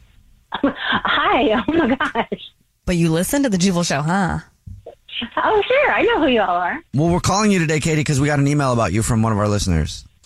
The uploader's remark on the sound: We get that other person on the phone